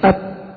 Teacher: والصفة الثالثة وهي صفة الشدة، صفة الشدة معناها انحباس الصوت عند النطق بالحرف لقوة الاعتماد على المخرج